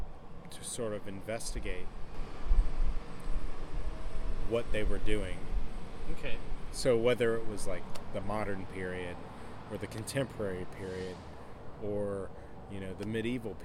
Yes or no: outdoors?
yes